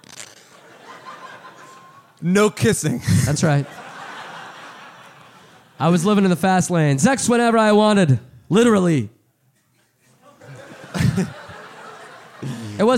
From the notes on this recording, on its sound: Live in Austin, TX! Live from SxSW.